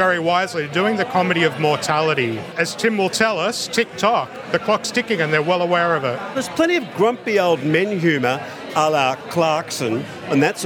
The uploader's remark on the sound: In front of an audience. Over two weird nights at the Harold Park Hotel in Sydney.